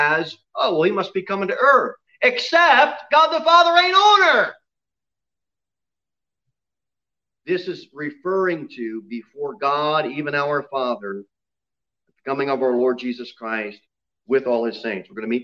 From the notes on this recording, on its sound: Sermon delivered at Pilgrim Baptist Church. Jere Whitson Rd.